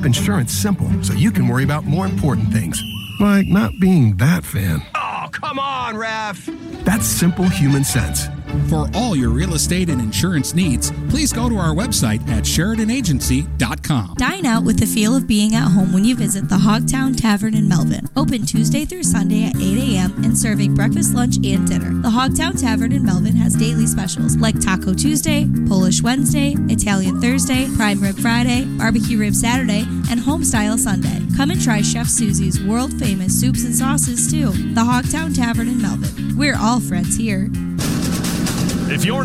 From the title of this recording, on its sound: Live From Port Huron High Football Camp!